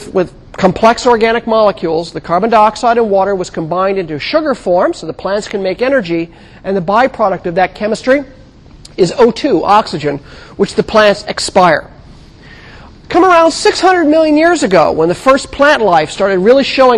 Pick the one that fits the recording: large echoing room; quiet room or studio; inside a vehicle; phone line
large echoing room